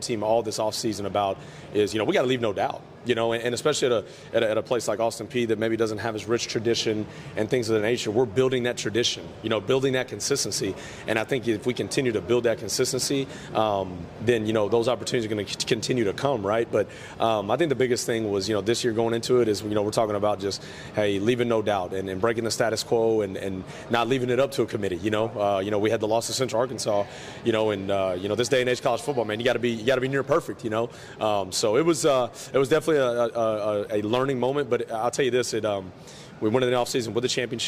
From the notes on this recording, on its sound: live from United Athletic Conference Media Day in Arlington, Texas